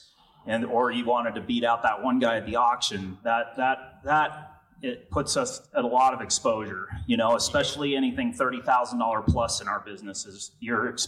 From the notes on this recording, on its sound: Dealer Panel Q&A Live From NIADA 2022.